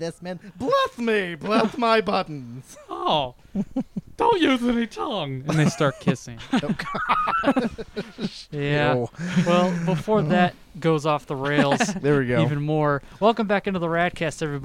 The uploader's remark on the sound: Are in the same spot as their guest. Decided to celebrate the occasion by recording outdoors! It's harder to distance while inside.